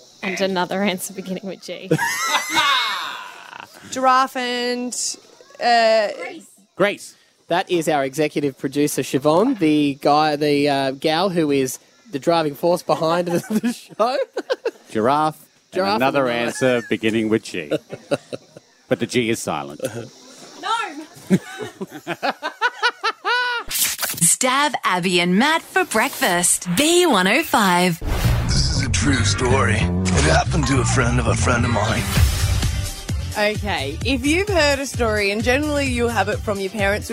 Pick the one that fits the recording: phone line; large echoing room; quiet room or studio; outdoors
outdoors